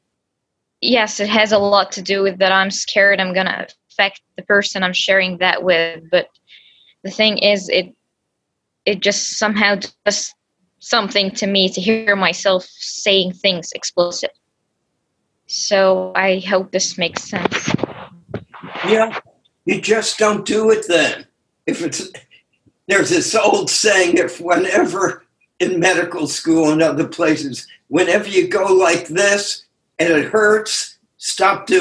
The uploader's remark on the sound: took us on a zoom journey